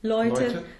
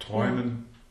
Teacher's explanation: So either way, the primary vowel is an open O